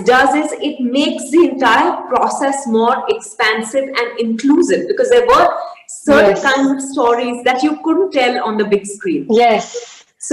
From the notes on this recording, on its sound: This episode is the audio version of a live online session from #JLFLondonAtBL2020